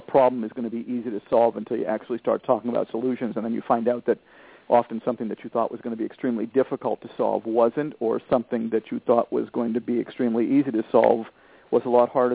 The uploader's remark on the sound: Responding to emails from several parents and a parent who called.